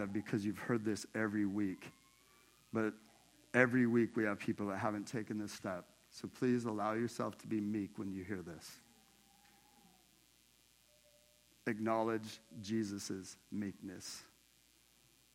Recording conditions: large echoing room